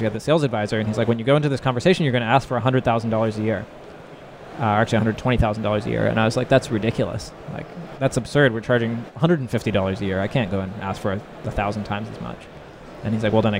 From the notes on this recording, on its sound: Live at Slush 2019.